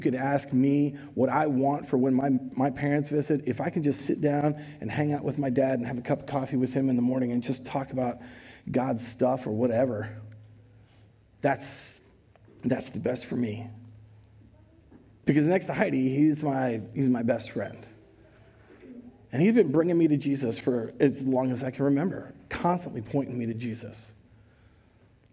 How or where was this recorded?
large echoing room